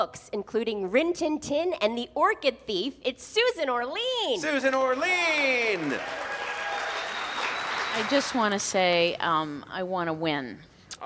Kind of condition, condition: setting, busy venue